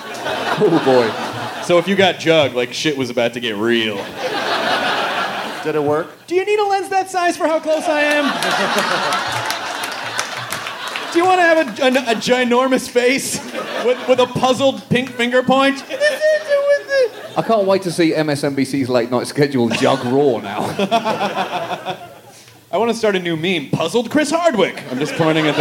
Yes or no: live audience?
yes